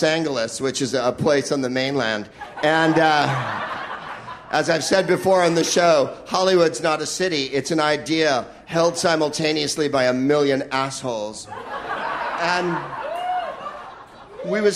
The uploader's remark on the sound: Live from the Maui Comedy Festival